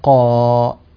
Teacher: صارت الألف أكثر من حركتين